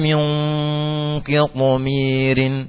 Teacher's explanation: nun sukun yang bertemu dengan qaf yang berkasrah, maka bacaannya tetap dibaca dengan suara yang dengung yang tebal